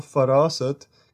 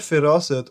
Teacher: can be pronounced with the vowel sound A, with a fatha, as well as I, with a kasra, in the first letter F